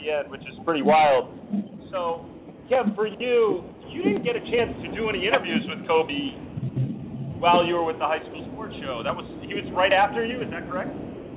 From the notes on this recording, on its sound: In spite of some audio issues